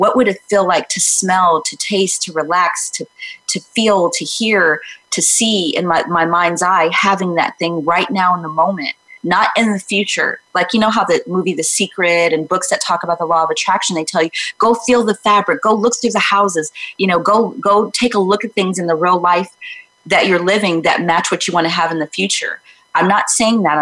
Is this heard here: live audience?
no